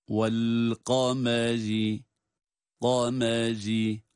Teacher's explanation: Kaf kalın, mim ince, ra yine ince esnesi sebebiyle.